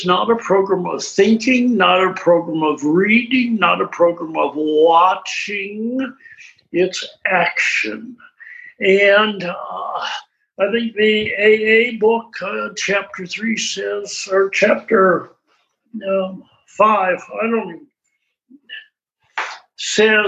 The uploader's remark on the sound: The weekly zoom speaker meeting hosted by the Barcelona fellowship features a different old timer each week.